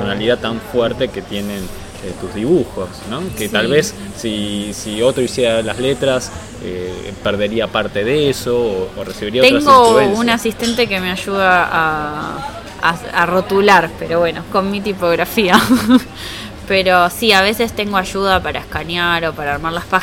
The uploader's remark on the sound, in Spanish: nos encontramos a tomar un café en la Gcomics Meetup #10